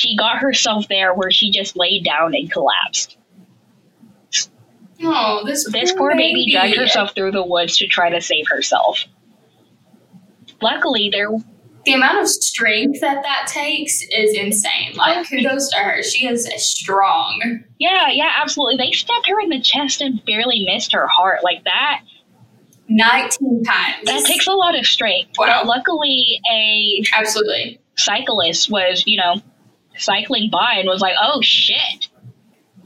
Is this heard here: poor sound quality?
yes